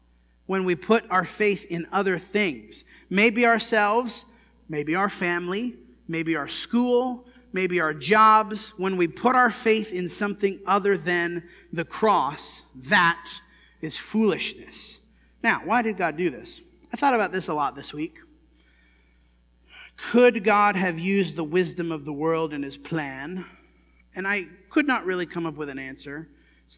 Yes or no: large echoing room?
yes